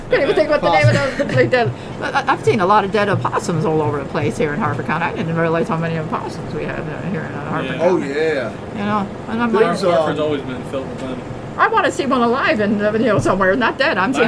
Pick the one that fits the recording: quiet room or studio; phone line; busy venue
busy venue